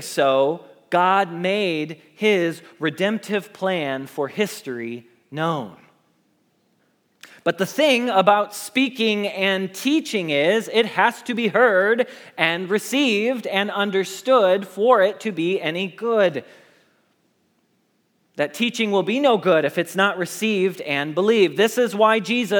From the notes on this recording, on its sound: Message Preached at Valley Creek Church